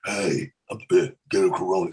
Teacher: you got to kind of make it breathy or airy or deep with Vin Diesel